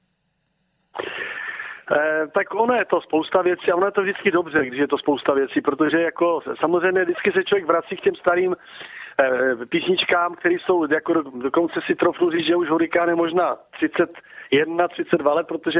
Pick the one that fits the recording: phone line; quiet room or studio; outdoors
phone line